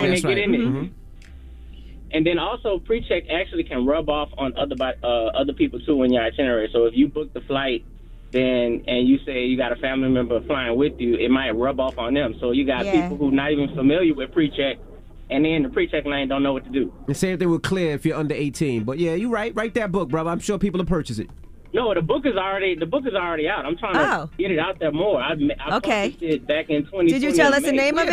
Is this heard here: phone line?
yes